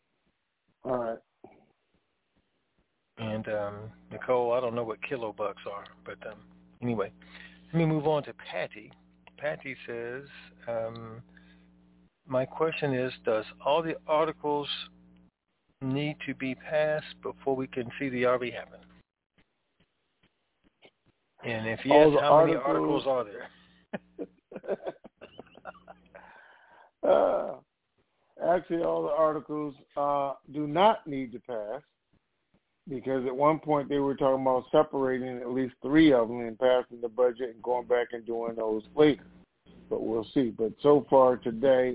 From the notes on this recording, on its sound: TNTSuperfantastic Conference Call